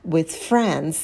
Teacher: на слове friends посидите подольше на звуке «ф», потяните его.